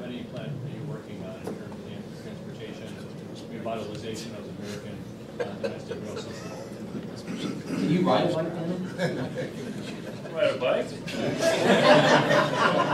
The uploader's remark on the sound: WASHINGTON, DC – The Ripon Society hosted a breakfast discussion with the leaders of the House Committee on Transportation and Infrastructure.